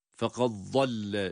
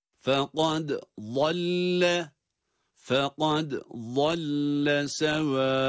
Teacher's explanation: Fekad dal harfini kalkaleyle okuyoruz. Sonra da vad harfine geçiyoruz kendi sesiyle. · Shown in: second take